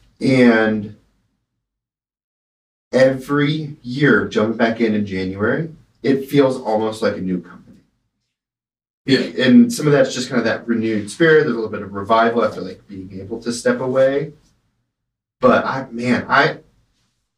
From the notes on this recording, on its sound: Sorry for the lack of audio quality